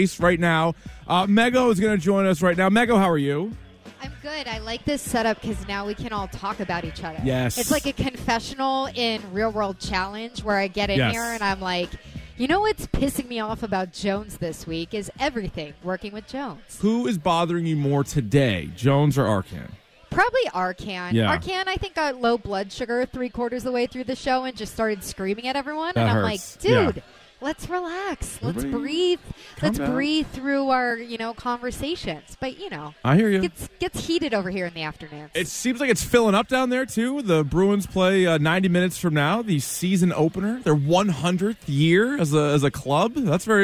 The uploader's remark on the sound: Remote broadcast outside the TD Garden as we're all ready for the Bruins Opening Night ceremony and game.